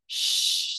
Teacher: that's a nice palatal sound that is adjacent to where the R is produced